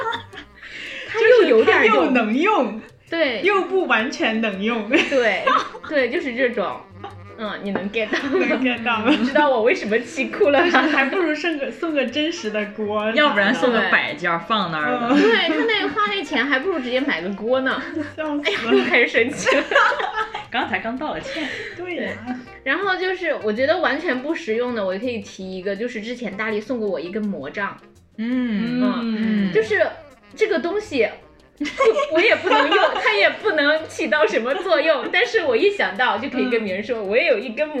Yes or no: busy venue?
no